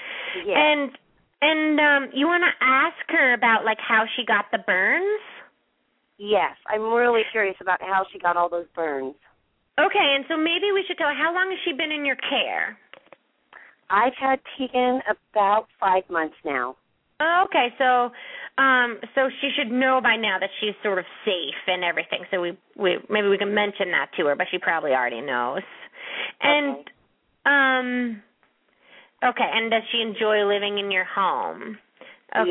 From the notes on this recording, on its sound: open up the lines for listeners to call